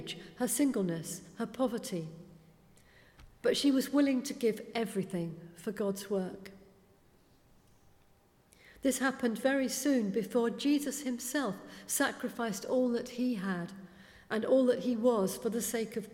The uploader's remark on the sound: Speaking at the 11 o'clock service.